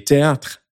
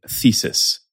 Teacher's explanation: the funny sound anglophones make when we put our tongues between our teeth · Shown in: second take · Term: voiceless dental fricative